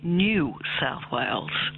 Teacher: So there's a y sound, as you pointed out, in the word new, the way we pronounce it, and that's been dropping out. · Term: yod